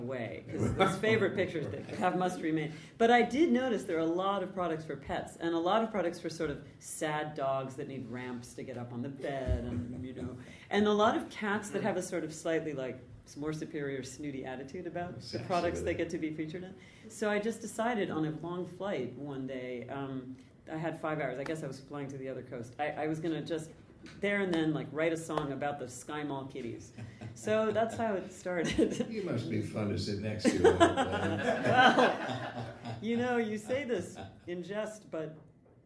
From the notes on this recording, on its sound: Taped live at the Brooklyn Lyceum